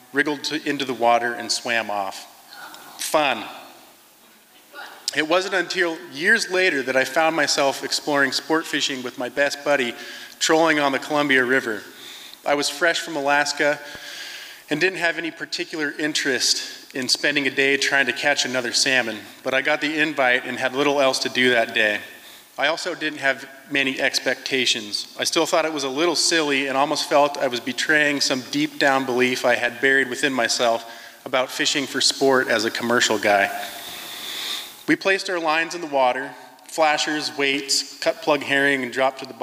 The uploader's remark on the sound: From the 2023 FisherPoets Gathering. This recording was made on Friday, February 24th, 2023, at the Liberty Theatre in Astoria, OR as part of the FisherPoetry Archive Project.